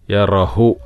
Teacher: യറ കഴിഞ്ഞിട്ട് ചെറിയ ഒരു ശ്വാസം പുറത്തേക്ക് വിടുക, കാറ്റ്